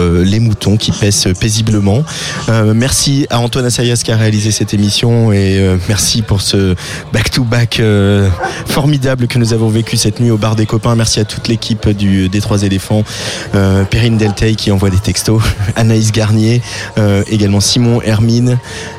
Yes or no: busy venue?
yes